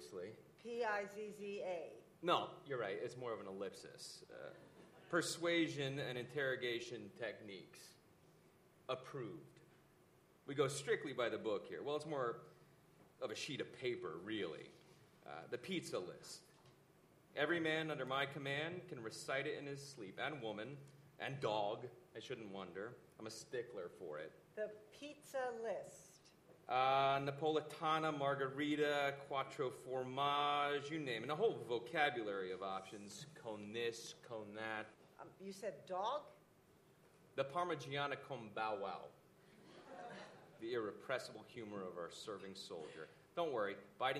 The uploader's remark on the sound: At a benefit for the embattled dissident troupe organized by the PEN American Center that was held at Le Poisson Rouge on Wednesday. They turned to an audience of supporters at Le Poisson Rouge’s cozy downstairs space.